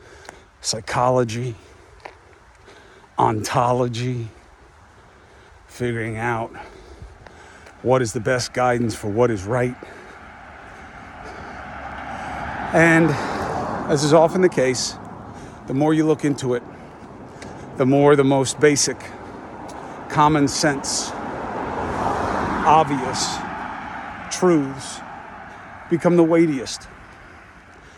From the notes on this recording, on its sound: Walk and Talk